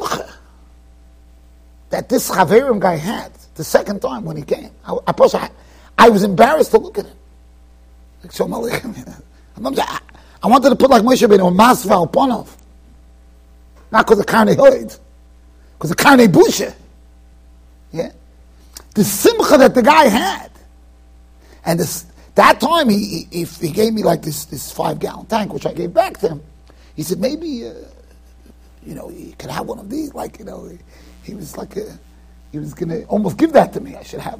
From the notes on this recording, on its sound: Shiur recorded in Yeshivas Ohr Reuven, Monsey NY.